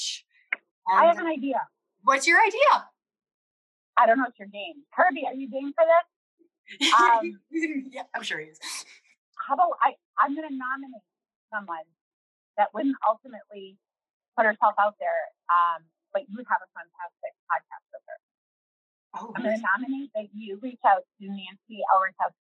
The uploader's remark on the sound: We are aware of the audio issues in this episode